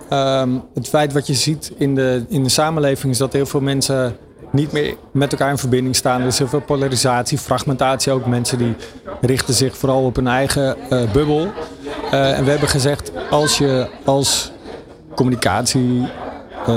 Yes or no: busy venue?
yes